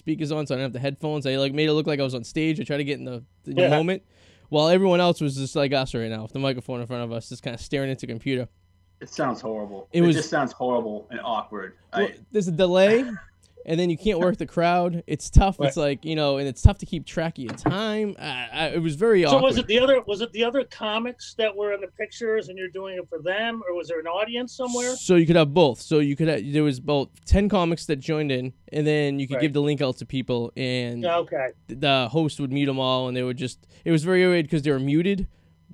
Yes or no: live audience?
no